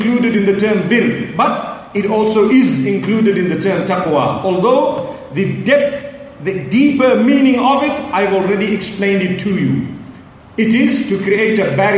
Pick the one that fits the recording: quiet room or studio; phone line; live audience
live audience